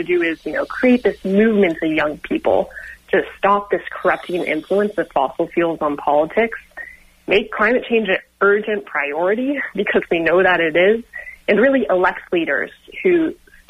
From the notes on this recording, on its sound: Called in from the Sunrise Youth March from Paradise, CA to San Francisco that had reached Winters, CA, 130 miles done of the 266 mile march.